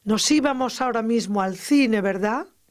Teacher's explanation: estoy dando una entonación de deseo, de futuro hipotético